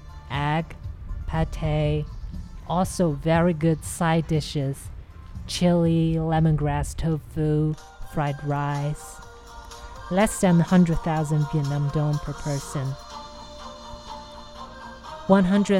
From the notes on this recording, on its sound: Dalat, Phu Quoc, Vietnam. The street sounds are recorded during the first two weeks of January 2020.